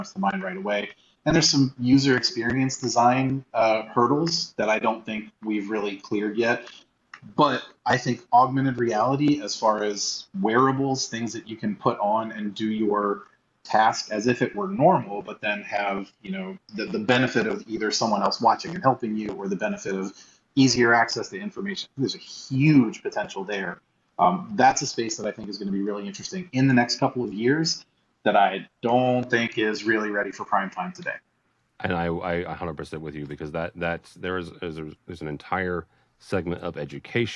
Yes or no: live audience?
no